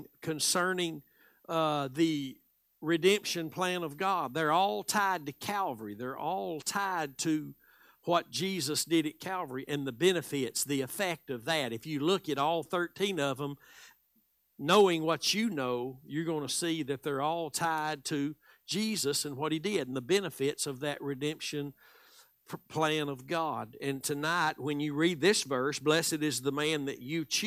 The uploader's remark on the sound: Live Wednesday Evening Service